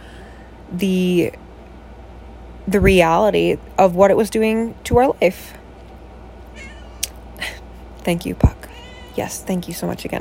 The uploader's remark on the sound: I literally recorded this last night, laying in bed with a bag of cheetos, a joint, and my cat (who makes several vocal suggestions).